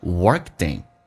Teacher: 会有浊化现象，就是 worked 把 t 变成 d